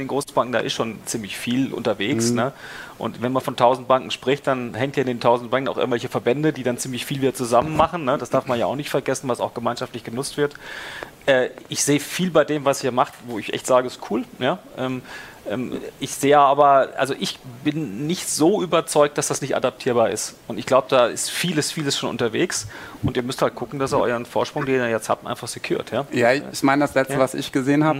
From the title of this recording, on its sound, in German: Live von der BEX20